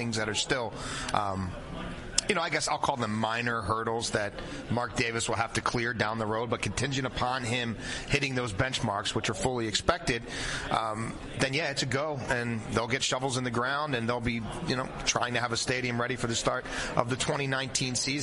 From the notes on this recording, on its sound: Live at the League Meetings